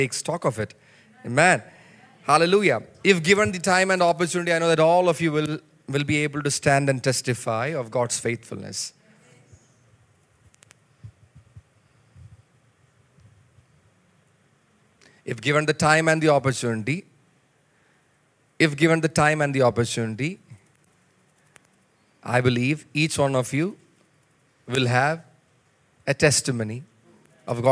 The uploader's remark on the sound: preached at Sunday Service on 31 December 2023 at Revelation Church